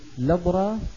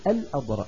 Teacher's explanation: يريدون أن يتخلصوا من الهمزة فينقلون فتحتها إلى اللام الساكنة قبلها · Shown in: first take · بعد فتصبح اللام متحركة، الفتحة نقلوها ذلك، بقيت الهمزة بدون حركة فيحذفونها.